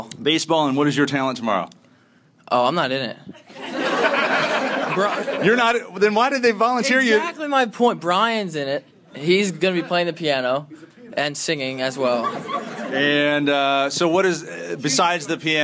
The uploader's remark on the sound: Live at Lock Haven University. We begin with a live studio audience at Lock Haven University showcasing a student charity to benefit the Make A Wish Foundation.